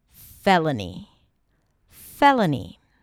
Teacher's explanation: you start with fe, that's the primary stress, an F sound, and the e as in red. Then le, an L in a schwa, fella, and then knee.